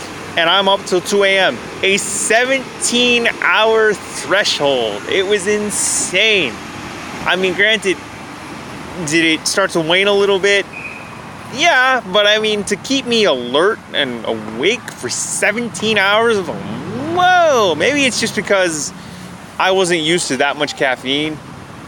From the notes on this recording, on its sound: I recorded this episode at a picnic table in a parkette, next to a municipal office in Toronto, Ontario on a warm day back in September 2019